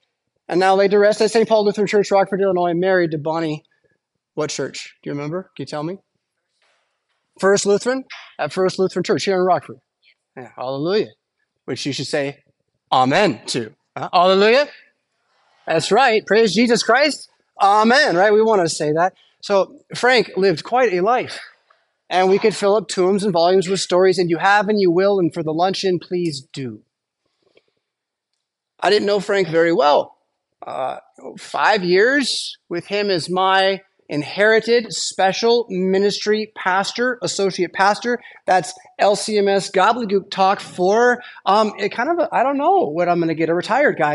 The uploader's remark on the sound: Preached at St Paul Lutheran Church , Rockford, Illinois on Saturday September 16th, 2023.